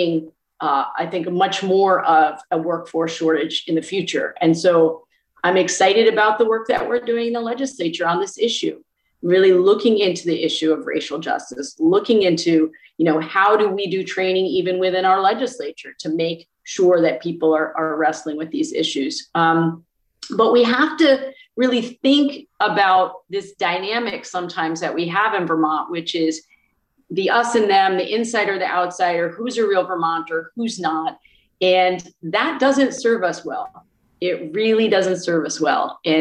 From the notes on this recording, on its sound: The historic Covid-19 session was conducted entirely online over Zoom. Was often eerily alone in her office at the Statehouse in Montpelier.